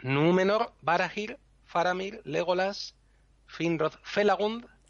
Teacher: acento va en la tercera sílaba, empezando por el final. · Term: La antepenúltima